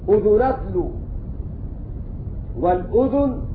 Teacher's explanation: فأينما وقعت كلمة الأذن قرأ بسكون الذال نافع